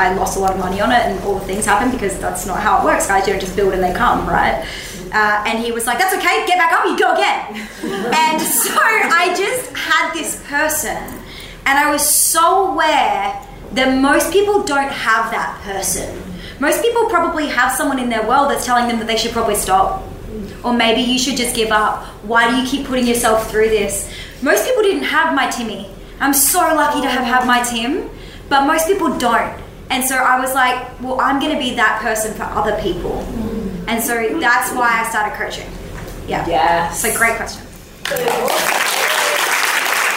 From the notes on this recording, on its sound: Press play on our very first live podcast recording, with a live audience. Full disclaimer, it’s our first one, so so sip quality is only going to get better.